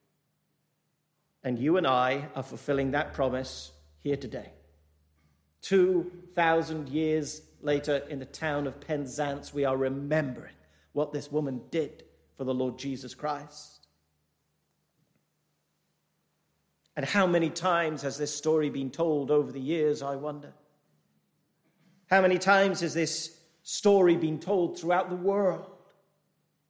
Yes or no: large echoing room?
yes